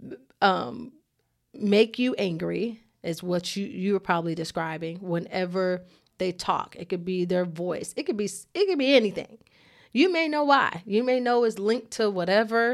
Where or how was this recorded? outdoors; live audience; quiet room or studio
quiet room or studio